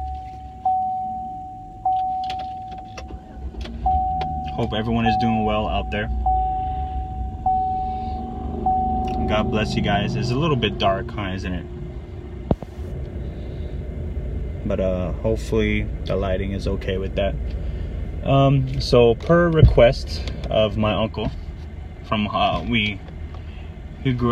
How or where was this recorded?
outdoors